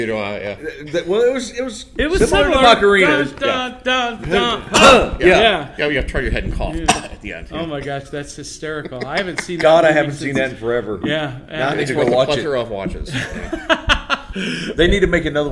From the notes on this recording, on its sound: live at Imaginarium